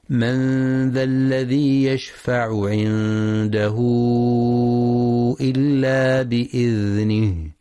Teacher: فتمد أربع أو خمس حركات وتلحق بالمد المنفصل، وحكمها الجواز. · Term: مد صلة كبرى